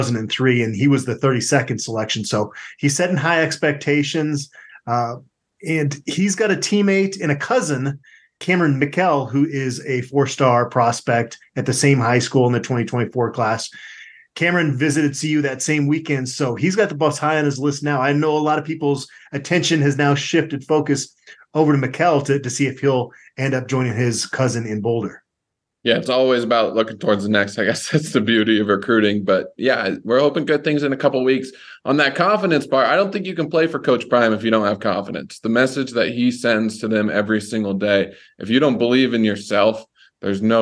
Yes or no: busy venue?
no